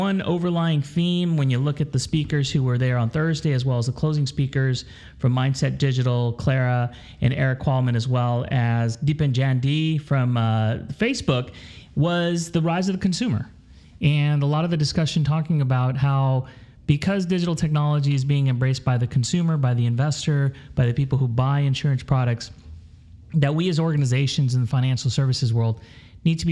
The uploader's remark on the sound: LIVE from the LIMRA/LOMA Social Business Conference in Boston. A special recording in front of a LIVE audience at the LIMRA/LOMA Social Business Conference for Financial Services. On the mainstage.